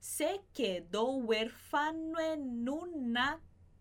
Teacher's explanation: A gente vai juntar esse O de huérfano com E de en un accidente. Vai juntar o N de en com o U de un e o N de un com o A de accidente.